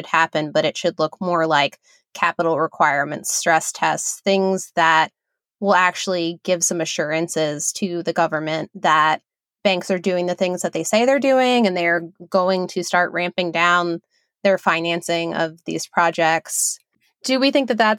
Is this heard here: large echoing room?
no